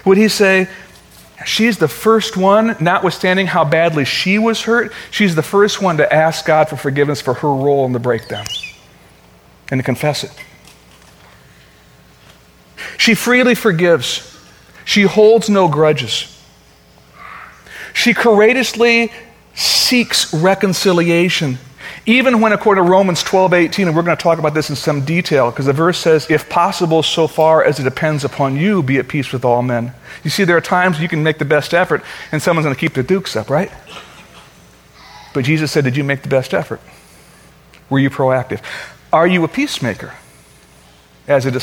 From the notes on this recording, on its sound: Originally recorded on August 4, 2013, at Fellowship Missionary Church, Fort Wayne, IN.